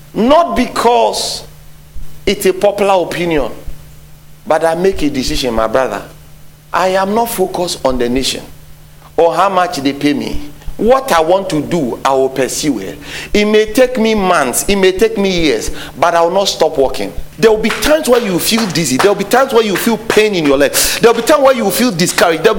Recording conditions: large echoing room